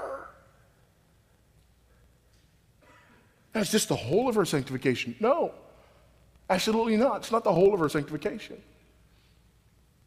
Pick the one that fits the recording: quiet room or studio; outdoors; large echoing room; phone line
large echoing room